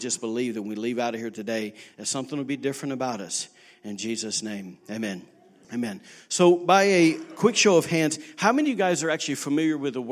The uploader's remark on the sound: recorded on Sunday, April 7, 2019, during service at The Anchor Church in Rockport, Maine